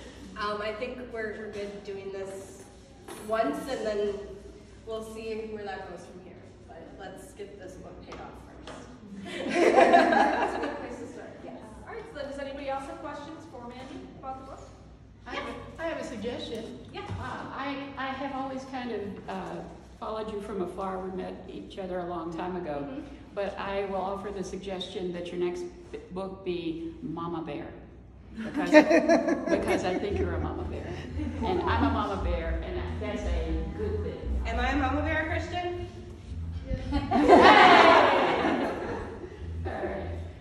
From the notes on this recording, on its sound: Here is video from the launch party. Including the first public reading and a Q&A.